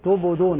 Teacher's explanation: يلاحظ أيضا بعض الإخوة بالنسبة للقلقلة تبدون يضم الشفتين مع الباء المقلقلة